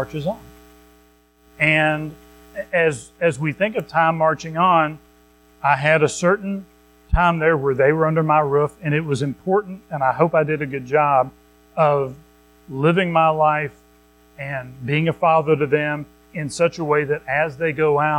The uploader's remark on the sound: Recorded at Madison Baptist Church in Madison WV on Aug 20, 2023.